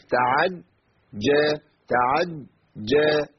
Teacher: فمن تعجل، احنا قلنا بقى الجيم بقى خلاص، خد بالنا لازم تتقال كده تعج، والجيم مشدده، يعني لابد من قطع الصوت والنفس قبل الجيم